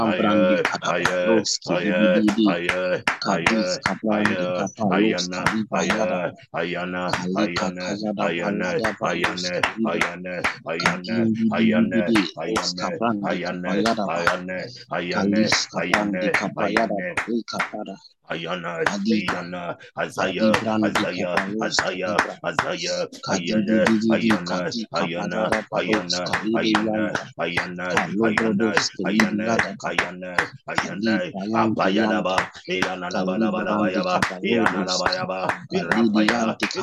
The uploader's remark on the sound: ZOOM SESSION